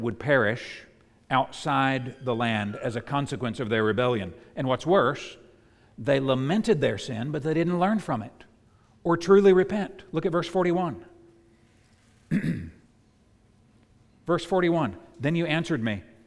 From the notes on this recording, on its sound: preached at the United Christian Church of Dubai